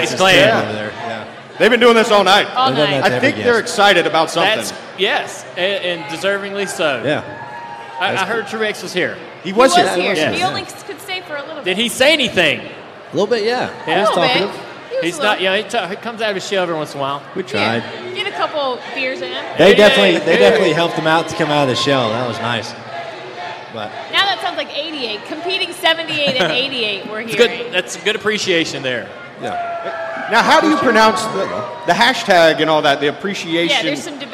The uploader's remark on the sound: LIVE in Vegas. Live in Las Vegas at NASCAR After The Lap.